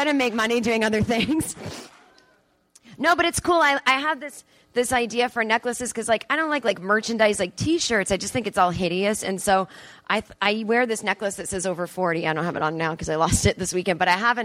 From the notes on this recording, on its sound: Live on stage in front of an audience at the Second City Theatre in Toronto, Canada at the Just For Laughs 42 Festival.